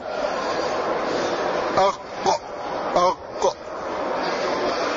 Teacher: أق، هذه قاعدة: إذا أردت أن تعرف مخرج أي حرف من حروف الهجاء من أين يخرج، فسكنه أو شدده. أق أق، تلحظ أن القاف تخرج من أقصى اللسان، أي أبعده، ليس من أدناه ولا من وسط بل من أقصاه وإبعده إلى جهة الجوف.